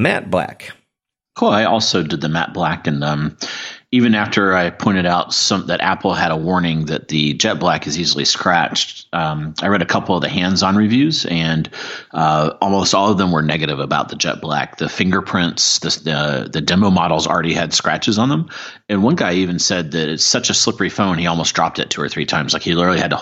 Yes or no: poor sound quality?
no